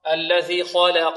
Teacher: اللام مرققة واللام مفتوحة فتحا متوسطا لا تقلل ولا تمال فتحتها